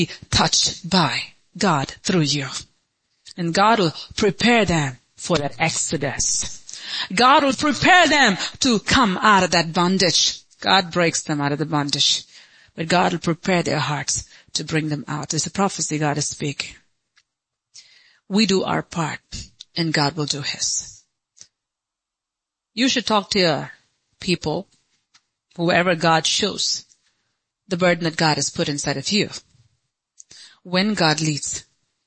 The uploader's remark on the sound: Sunday Service - 04.23.2023